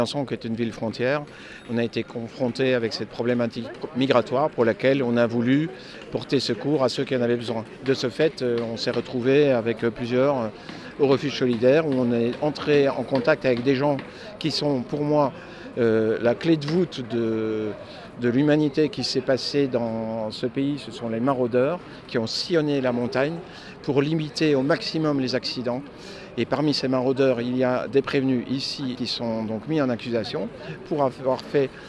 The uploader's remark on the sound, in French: Radio Parleur était dans la salle d'audience et devant le tribunal où s'étaient réunies plus d'un millier de personne pour soutenir les accusé.es. Reportage à Gap.